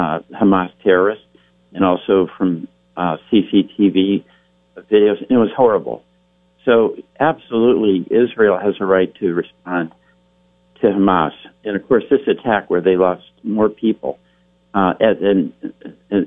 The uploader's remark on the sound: Calls. From Washington.